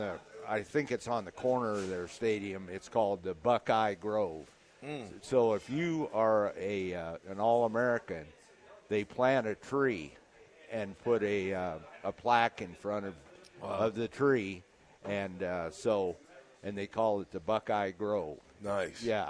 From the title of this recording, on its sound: LIVE at Wingstop